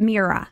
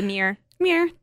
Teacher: I totally like skip out on the R. · Shown in: first take · It's just say mirror.